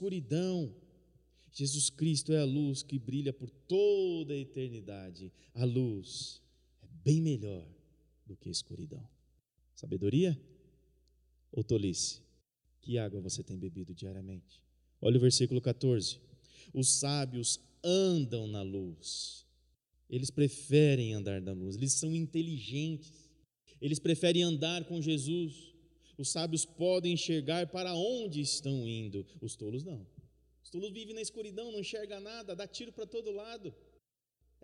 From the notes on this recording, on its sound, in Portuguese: no culto de quinta-feira, transmitido ao vivo